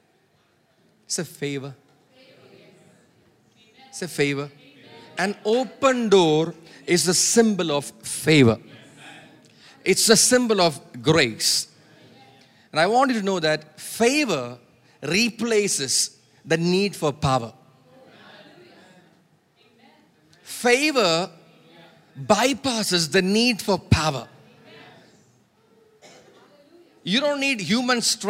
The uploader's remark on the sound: Preached at Sunday Service on 8 October 2023 at Revelation Church.